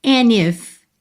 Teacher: And if I stare too long, and if... Você juntou pelo N, tá? O D sumiu.